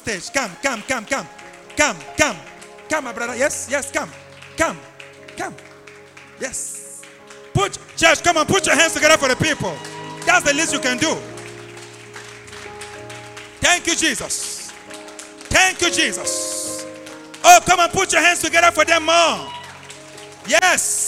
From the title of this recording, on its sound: LIVE AT ABC ROBEGA